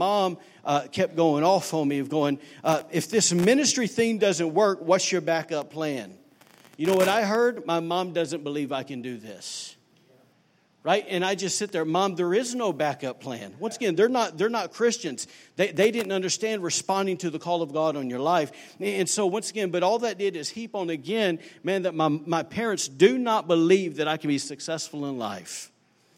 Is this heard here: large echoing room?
yes